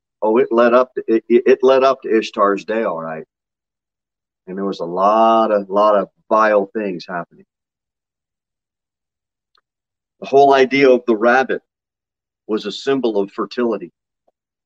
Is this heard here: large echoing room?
yes